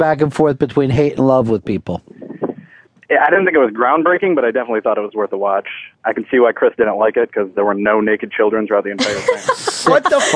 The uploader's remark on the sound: on the phone